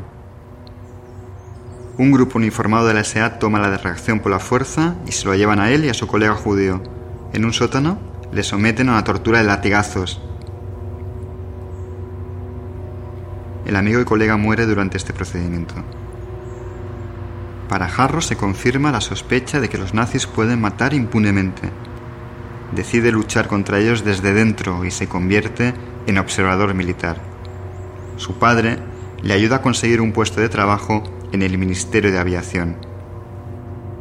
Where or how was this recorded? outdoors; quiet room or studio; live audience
outdoors